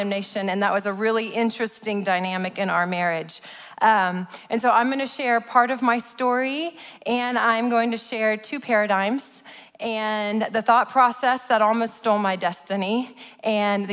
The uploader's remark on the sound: preached at Sozo Church in November of 2021